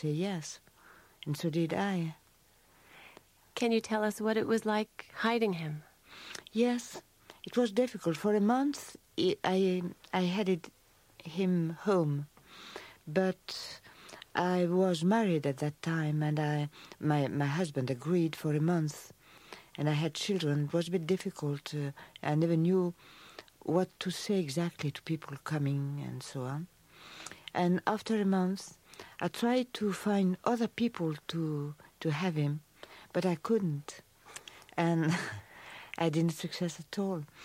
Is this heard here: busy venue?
no